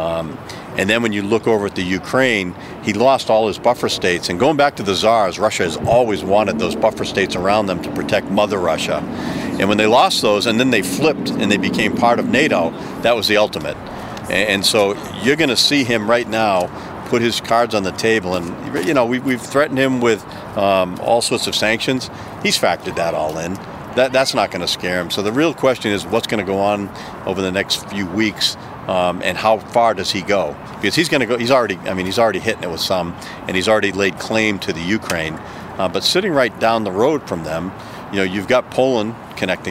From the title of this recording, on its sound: Takin A Walk in Charlestown Massachusetts